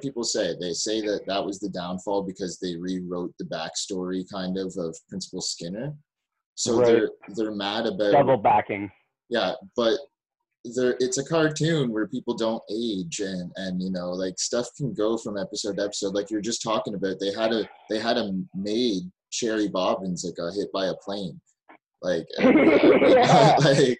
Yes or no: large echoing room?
no